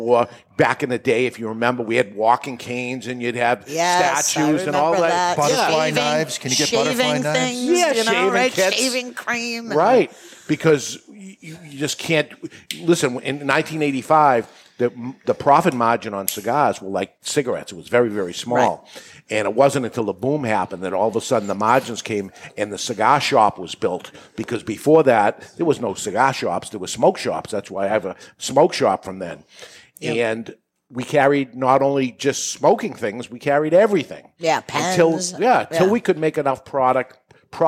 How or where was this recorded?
live audience